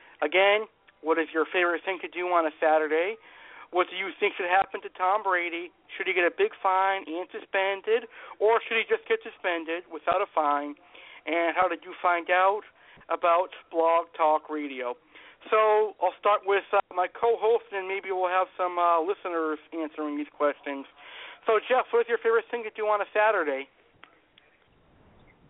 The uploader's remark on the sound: LIVE PRANK CALLS.